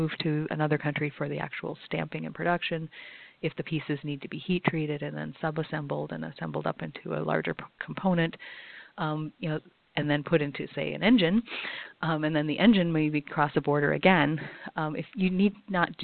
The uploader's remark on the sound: for a conference call